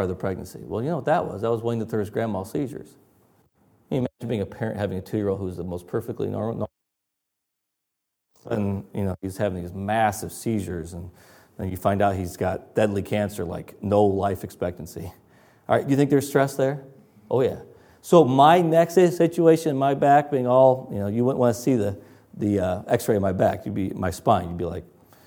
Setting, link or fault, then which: setting, large echoing room